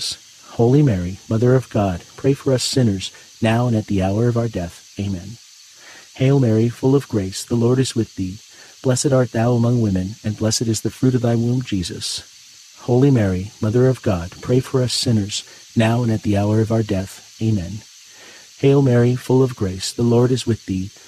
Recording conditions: sounds in the background